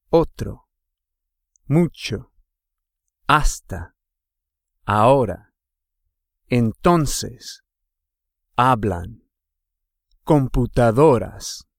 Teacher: If a word ends with a vowel or the consonants N or S, the stress is placed on the next to the last syllable